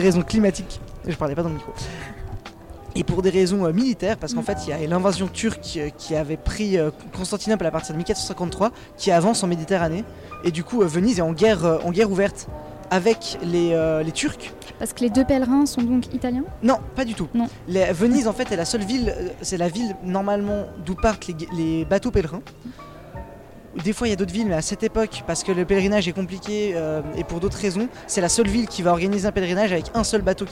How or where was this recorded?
busy venue